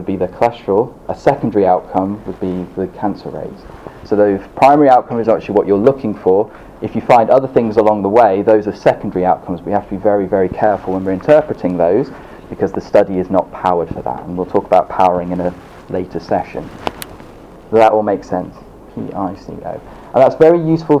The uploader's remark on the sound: This episode is a live recording of the second session of #UnblindingResearch held in NUH DREEAM 21st March 2018.